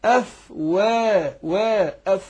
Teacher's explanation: ورأيت الناس يدخلون في دين الله أفواه، مش وا، أفواجا. لأن أنت لو فخمت الواو وهي مرققة هيبقى الألف بعدها تابع ليها فهتفخم، يبقى وقعت في خطأين، نطقت الواو مفخمة وتابع ليها طبعا فخمت الواو الألف أقصد، فيبقى أنت إيه وقعت في خطأين. · ناخد بالنا من الواو برضو، الواو مستفله مرققه